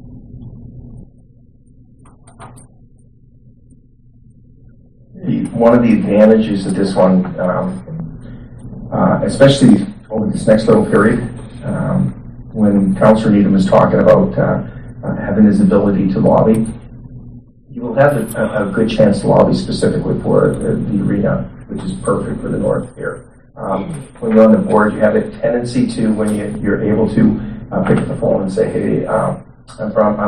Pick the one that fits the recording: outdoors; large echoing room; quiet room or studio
large echoing room